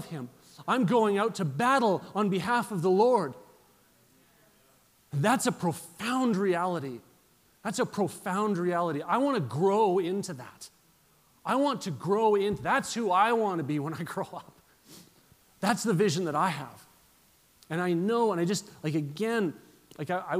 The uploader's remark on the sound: at Resurgence Edmonton on Saturday, January 12 at Shiloh Baptist Church.